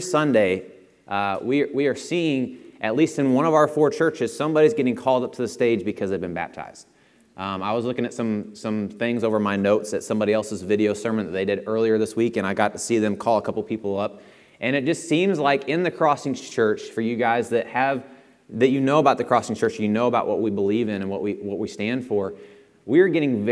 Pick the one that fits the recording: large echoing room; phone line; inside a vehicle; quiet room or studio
large echoing room